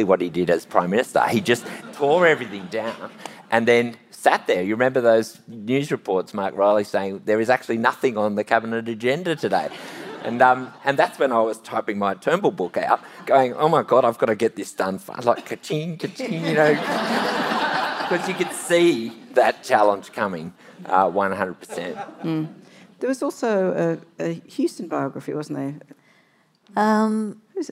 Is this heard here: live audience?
yes